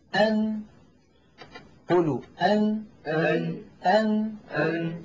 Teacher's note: من طرف اللسان فوق مخرج اللام بقليل مخرج حرف النون